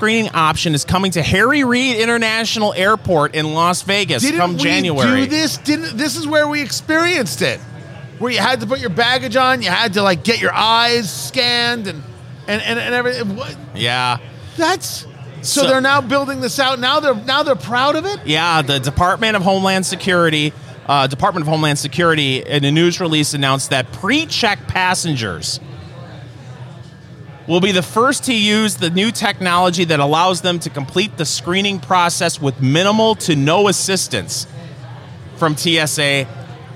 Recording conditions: busy venue